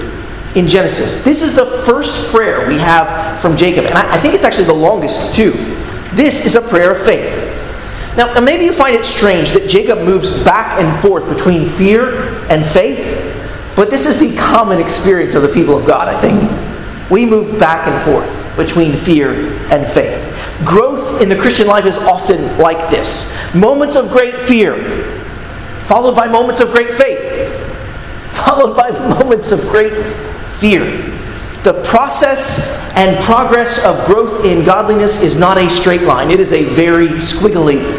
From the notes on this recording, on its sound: at Arlington Baptist Church in Arlington, Virginia